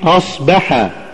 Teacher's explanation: المرتبة الرابعة هي الحروف المفخمة الساكنة، ولهذه المرتبة إخوة الإيمان تفصيل كالآتي: إذا وقع الحرف المفخم الساكن بعد فتح يكون في التفخيم كالمفتوح من غير ألف